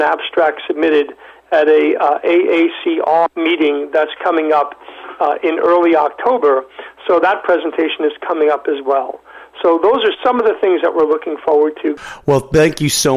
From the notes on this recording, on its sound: called in to SmallcapVoice